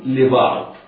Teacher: الباء والعين في بعضكم، وبعض حرفان مرققان والضاد مفخمة في الكلمتين